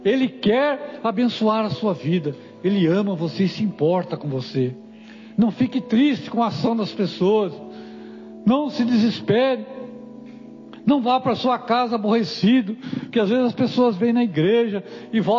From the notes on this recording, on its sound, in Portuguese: Culto gravado 30/09/2022 - Culto de Cura e Libertação.